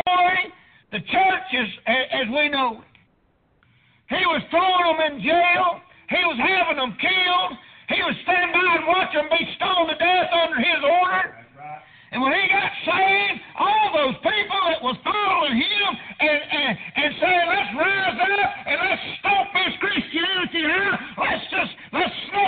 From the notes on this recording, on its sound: Preached at prayer Baptist Church